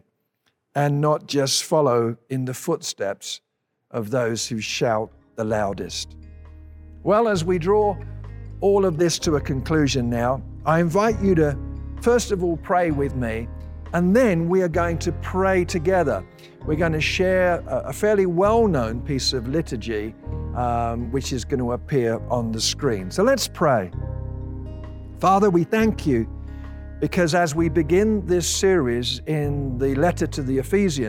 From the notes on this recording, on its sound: At Timberline Church. Live.